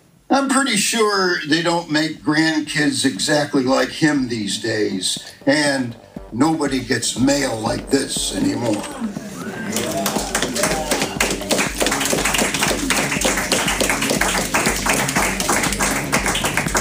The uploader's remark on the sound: In this episode we feature a terrific live recording of the opening reading for the release of the Florence Poets Society's Silkworm journal, issue 16, Wide Open. A bit cinéma vérité sonically, but we think that's great!